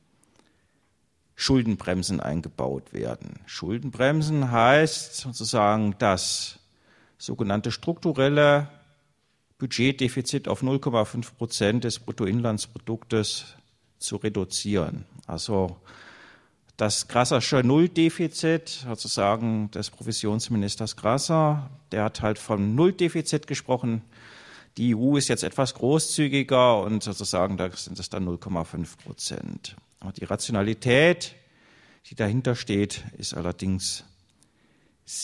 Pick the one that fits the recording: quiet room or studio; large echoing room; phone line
large echoing room